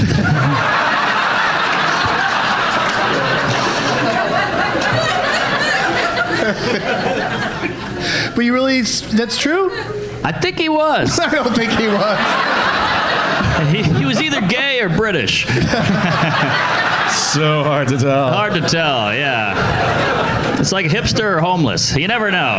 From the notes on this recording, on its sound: Live from Goodnights Comedy Club in Raleigh